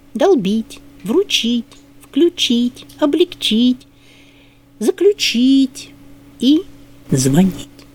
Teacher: Их ударение указывали словари по старым лекалам, финальное.